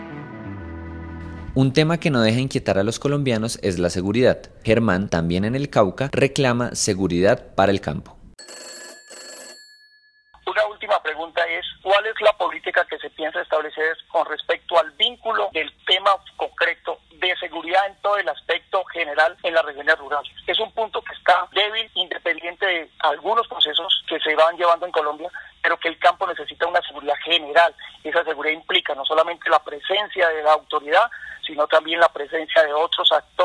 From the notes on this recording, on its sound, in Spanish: Editado con las grabaciones de las llamadas telefónicas que ciudadanos, registrados en #ElRetoDeLoS10Minutos, tuvieron con los candidatos a la Presidencia y a la Vicepresidencia.